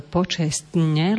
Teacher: je tam trojica spoluhlások, ktoré nezaznejú všetky, ale zadržaná doba na vyslovovaní t